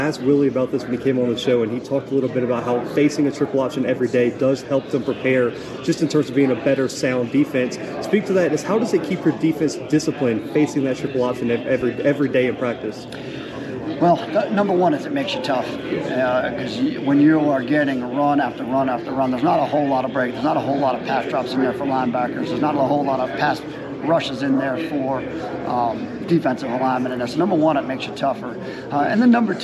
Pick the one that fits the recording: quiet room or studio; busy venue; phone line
busy venue